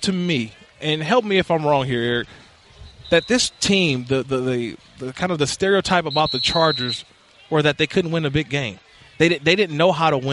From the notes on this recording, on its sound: live from Rams training camp in Irvine